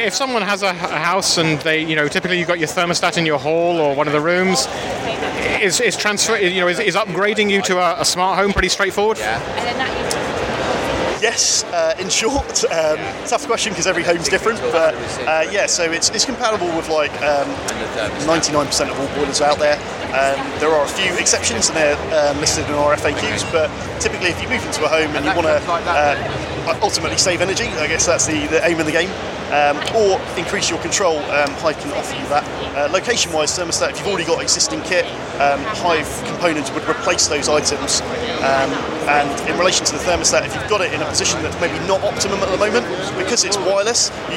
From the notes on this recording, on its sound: In the third of my smart home interviews from Gadget Show Live.